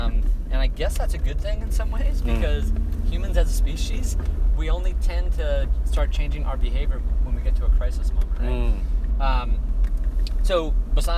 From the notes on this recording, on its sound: Recorded in his car to and from a cheeky surf session north of San Francisco.